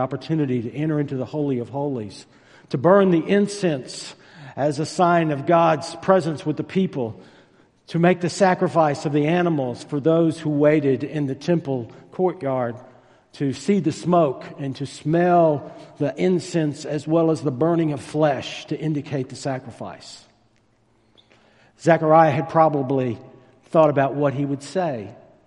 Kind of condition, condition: setting, large echoing room